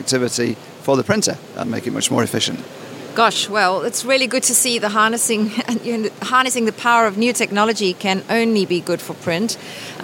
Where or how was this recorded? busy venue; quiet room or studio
busy venue